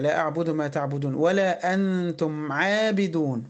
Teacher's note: أنتم ميم ساكنة وراها حرف العين يبقى إظهار شفوي، إظهار عادي خالص